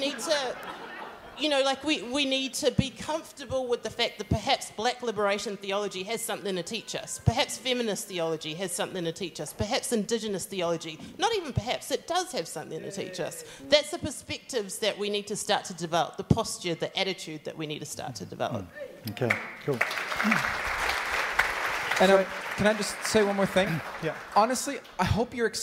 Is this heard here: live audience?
yes